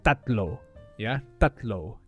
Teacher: there is no breath when you say tatlo or Tagalog. Yeah, there's no breath.